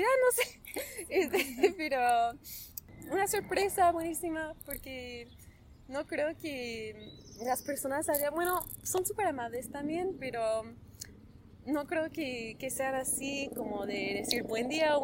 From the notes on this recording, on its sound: In this interview I bring you live to Polanco, Mexico City.